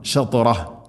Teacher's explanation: ത ഉച്ചരിക്കുമ്പോൾ നാവിൻ്റെ മധ്യഭാഗം അണ്ണാക്കിലേക്ക് ചേർന്ന് നിൽക്കണം